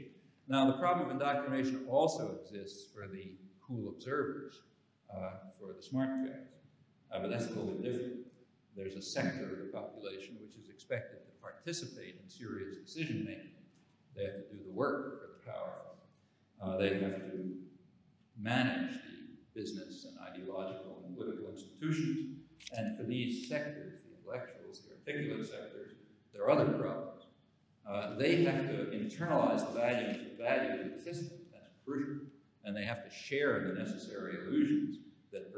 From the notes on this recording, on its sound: The keynote address at the Self-Determination and Power Conference in Glasgow, Scotland.